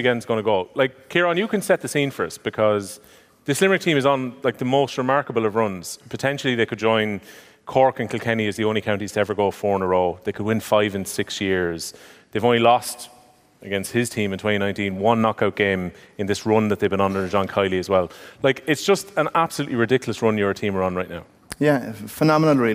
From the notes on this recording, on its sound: live in The Bord Gáis Energy Theatre!